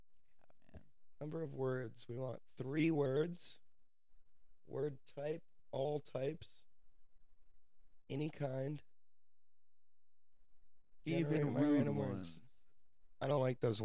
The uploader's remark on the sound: Unfortunately there was a lot of trouble with the audio, so I had to cut the majority of the episode. Don't use headphones.